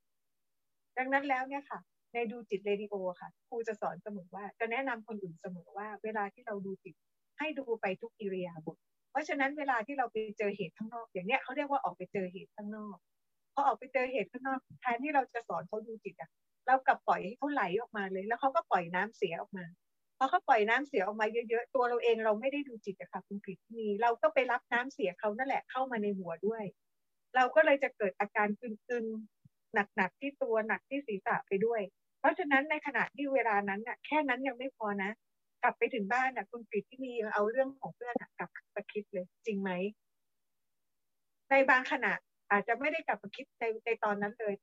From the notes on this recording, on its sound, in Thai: ธัมม์Mind Live ผ่าน Zoom ประจำเดือนกันยายน 2565